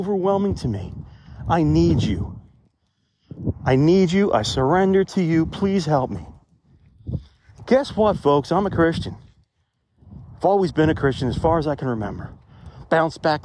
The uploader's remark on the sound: Reporting Live From the Cemetery! Take a walk with me.